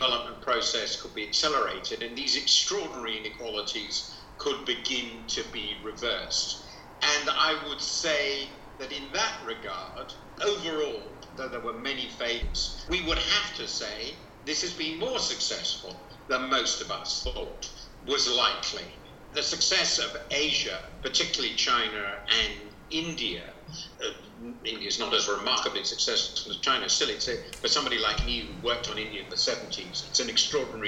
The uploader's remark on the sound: Imperfect audio quality